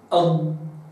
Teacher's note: يلاحظ في الضاد أيضا أن الرواية أتت بعدم قلقلتها وعدم همسها، فالضاد ليست مقلقلة وليست مهموسة، وهي رخوة